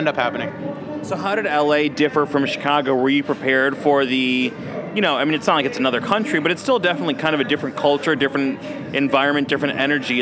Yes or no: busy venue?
yes